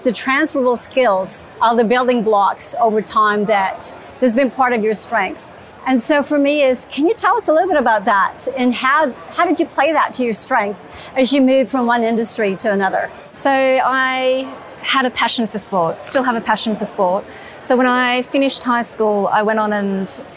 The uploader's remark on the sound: The episode was recorded live on-site at Salesforce World Tour Sydney